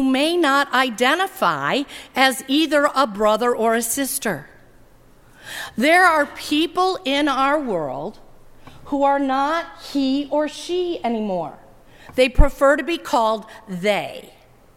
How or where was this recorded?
large echoing room